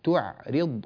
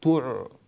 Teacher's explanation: ننبه إلى عودة الشفتين من ضم التاء إلى سكون العين · Shown in: first take · تعرض، ولا نقول تع هكذا، والشفتان مضمومتان في حرف العين يطلع الصوت غير جيد لحرف العين.